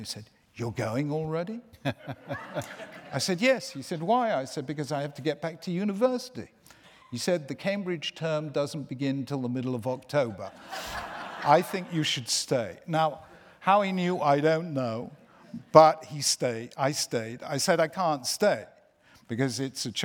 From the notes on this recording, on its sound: This event took place in New York as part of 92nd St Y’s ‘7 Days of Genius’ festival